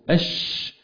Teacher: انتشار الهواء في الفم اللي اسمها التفشي